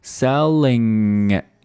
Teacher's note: 那这个 selling 它是一个后鼻音，发的是一个 ng。那后面的这个 it 和这个后鼻音可以进行一个小小的连读